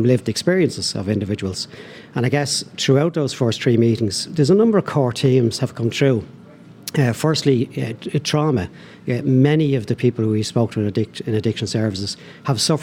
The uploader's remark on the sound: live from Aviva Stadium